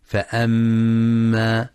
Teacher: وينتبه لغنة الميم المشددة في فأما، فهي أكمل ما تكون فيها